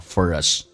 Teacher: For 跟 us 可以有一个连音，用字母的 r 跟 a 形成连音叫 forus